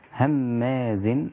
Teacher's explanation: الميم هنا مشددة تغنى حركتين